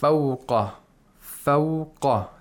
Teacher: The qaf has tafkhim.